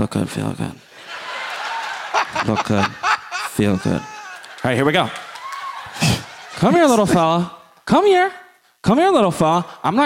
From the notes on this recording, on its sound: Live from the Wilbur Theatre in Boston, MA